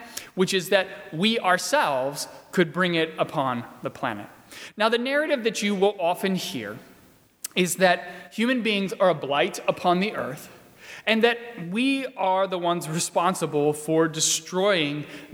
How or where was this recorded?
large echoing room